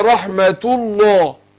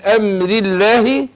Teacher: هنا اللام فخيمة لام لفظ الجلالة الله لما سبقها مضمومة · Shown in: first take